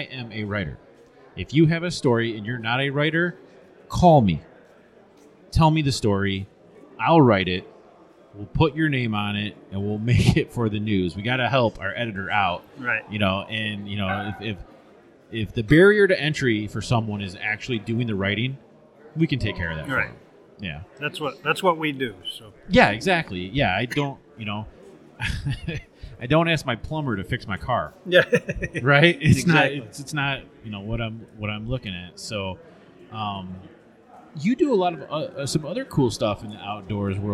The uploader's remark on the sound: The 2023 MBH Rendezvous LIVE PODCAST Episode. This episode was recorded LIVE on scene at the 2023 MBH Rendezvous! Enjoy as multiple members stop by and record small sessions.